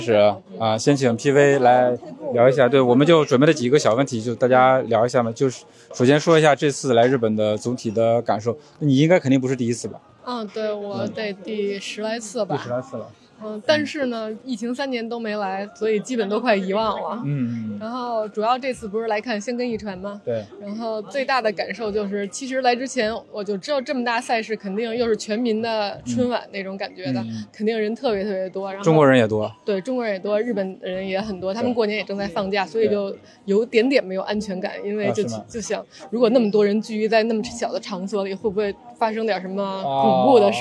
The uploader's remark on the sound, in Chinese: 我们在现场！